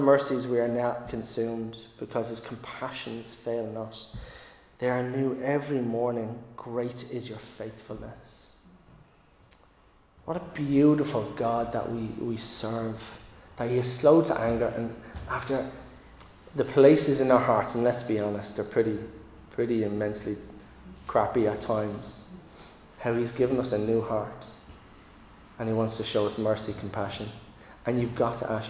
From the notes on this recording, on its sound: Recorded live in Liberty Church